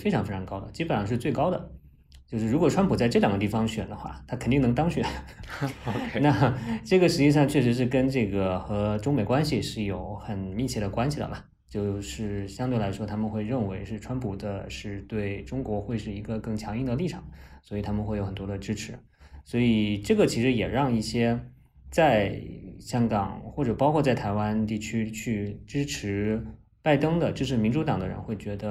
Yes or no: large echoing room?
no